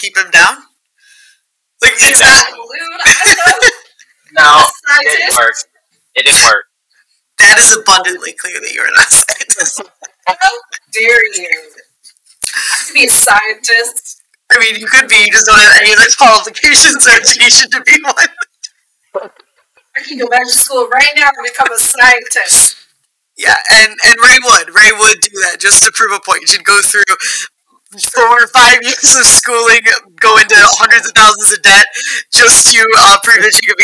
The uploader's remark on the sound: We apologize for the echo in this episode- it was one of the earliest episodes that we recorded, and we are improving with every record.